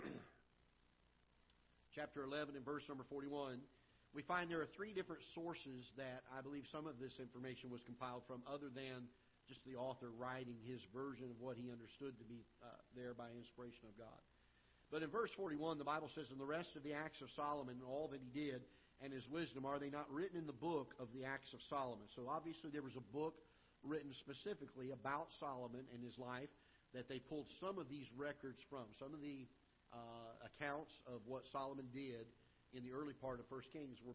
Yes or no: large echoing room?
yes